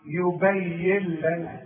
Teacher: بشبك الياء مع اللام وكأن النون غير موجودة